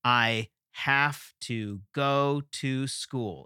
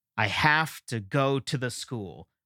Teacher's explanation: I fit two syllables that are both unstressed where before there was just one · Shown in: second take